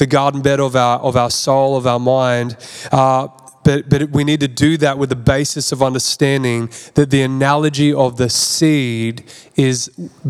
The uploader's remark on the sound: This message was recorded at Zion Church Gold Coast.